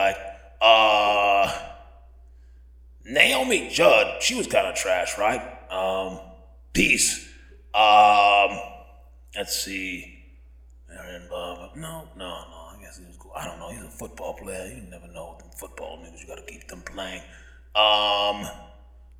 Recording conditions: echo